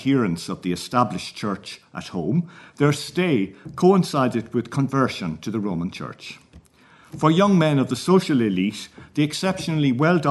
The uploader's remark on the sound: at the 2022 Tudor and Stuart Ireland Conference